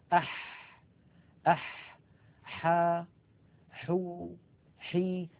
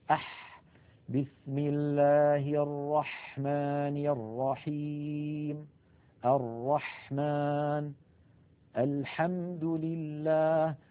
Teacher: لاحظوا البحة الموجودة في الحاء الفصيحة